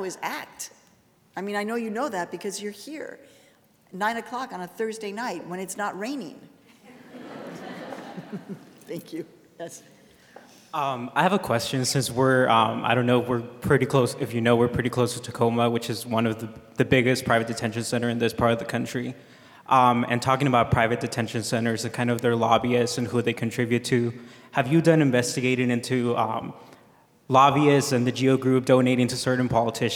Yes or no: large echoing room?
yes